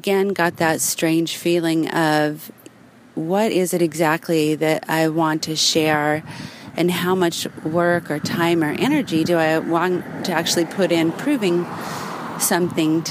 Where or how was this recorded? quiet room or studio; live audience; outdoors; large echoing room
outdoors